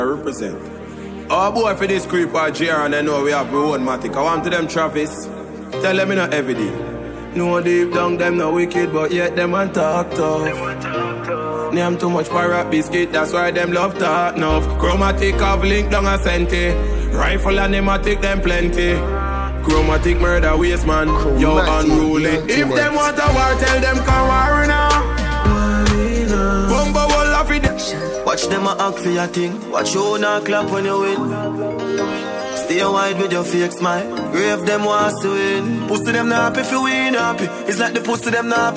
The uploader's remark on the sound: Live audio from Seafood Tuesdays at Manville in NY